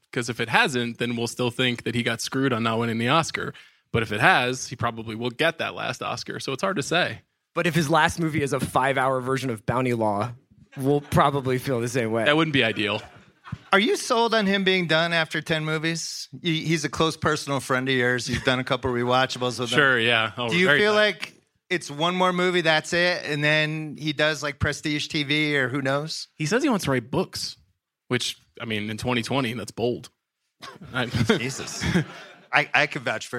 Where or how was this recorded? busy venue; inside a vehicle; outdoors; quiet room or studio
busy venue